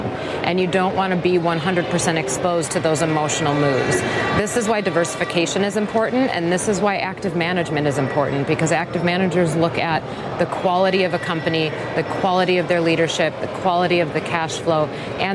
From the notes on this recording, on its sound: live from the New York Stock Exchange